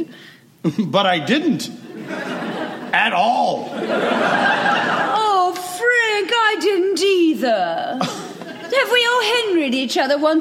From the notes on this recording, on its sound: Recorded Live 5/23/2015 at the Opera House in Wellington, New Zealand.